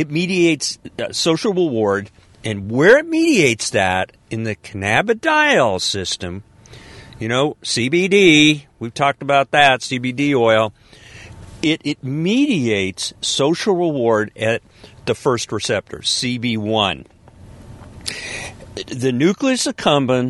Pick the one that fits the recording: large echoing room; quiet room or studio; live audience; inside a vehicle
inside a vehicle